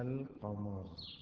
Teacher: القمر اللام لم تقلب ولم تدغم، بقيت على حالها · Term: الحرف القمري